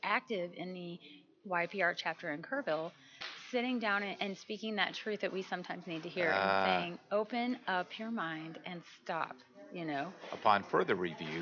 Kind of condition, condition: setting, busy venue